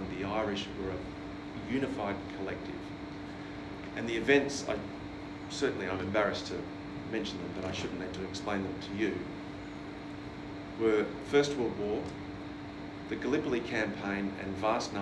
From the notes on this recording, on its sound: Killaloe-Ballina Historical society second talk for 2023. As recorded at the Lakeside hotel Ballina on the 19th April 2023. With apologies for the background fan noise on this talk.